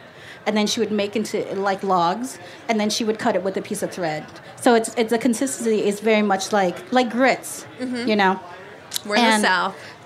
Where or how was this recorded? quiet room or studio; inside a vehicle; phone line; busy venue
busy venue